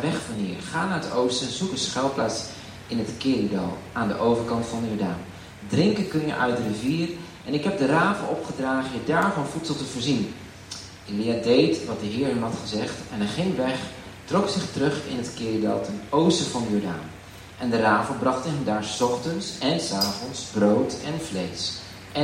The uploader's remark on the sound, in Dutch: Wegens omstandigheden met een telefoon opgenomen